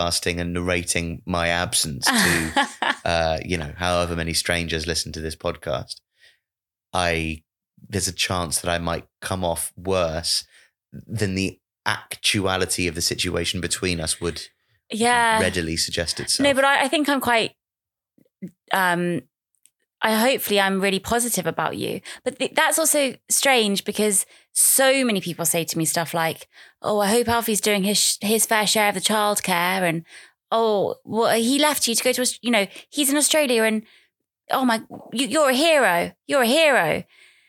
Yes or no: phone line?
no